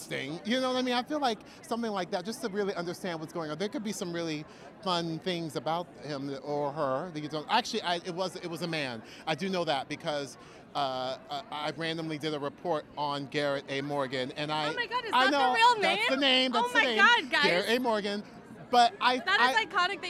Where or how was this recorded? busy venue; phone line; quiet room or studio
busy venue